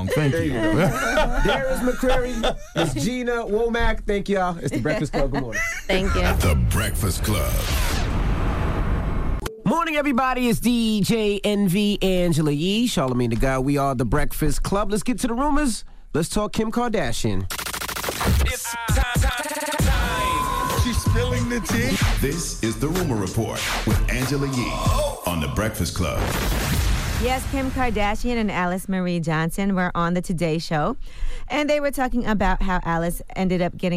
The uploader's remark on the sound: Well we opened up the phone lines to see if our listeners took offense to the cards.